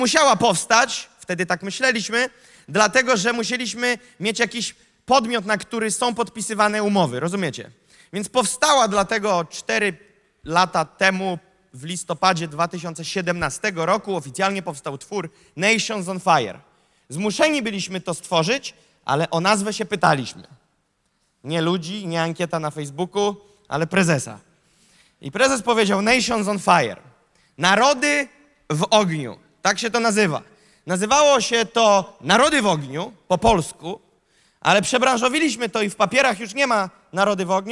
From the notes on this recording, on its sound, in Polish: Nauczanie zostało nagrane podczas Sesji 4 konferencji „Czas Poruszenia vol.3 | Warszawa”.